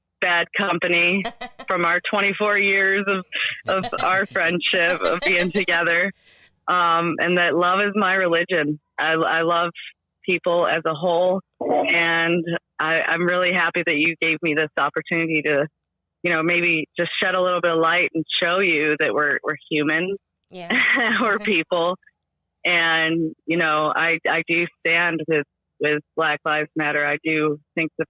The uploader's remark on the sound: on the phone to answer your questions